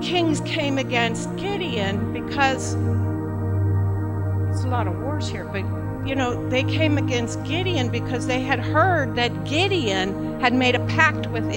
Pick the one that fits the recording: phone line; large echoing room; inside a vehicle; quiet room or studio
large echoing room